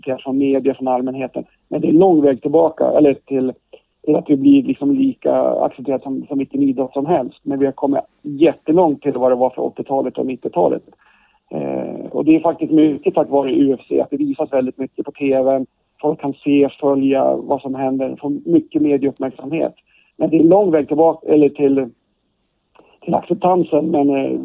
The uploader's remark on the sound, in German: Telefon.